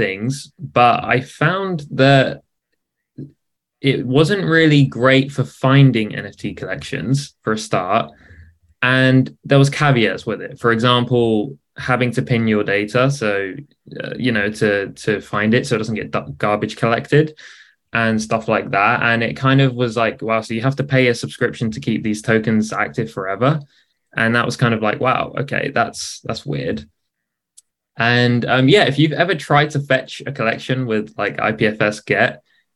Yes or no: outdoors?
no